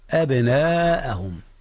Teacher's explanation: أولا هنا قلقلة في الباء يا أستاذنا. أبناءهم، ثم بعد ذلك جاء المد المتصل يا أستاذنا، حيث الهمزة والألف في كلمة واحدة، كلمة أبناء.